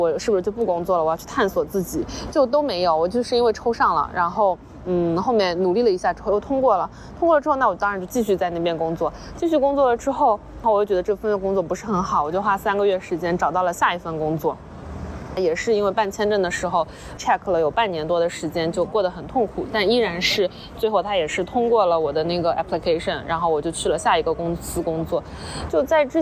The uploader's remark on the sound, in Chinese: 这期是来自塞尔维亚首都贝尔格雷德街头的现场报道。